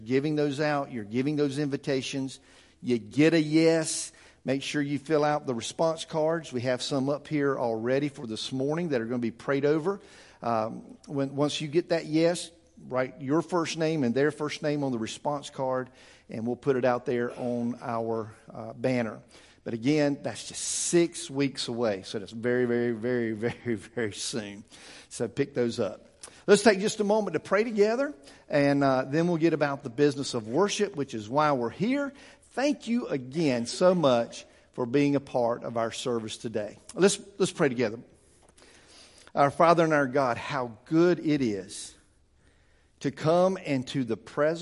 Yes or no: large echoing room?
yes